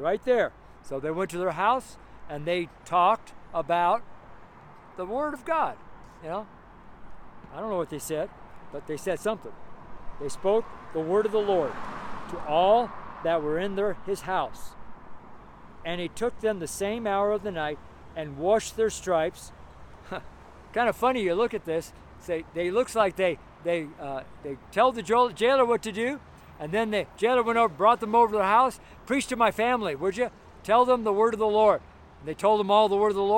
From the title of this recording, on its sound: STREET SERMON